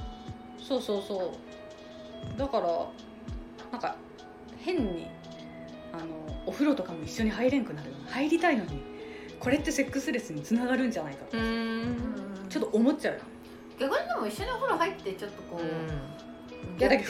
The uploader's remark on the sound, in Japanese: 今回は宅飲みしながらの収録会って話してるのでいつもよりうるさいです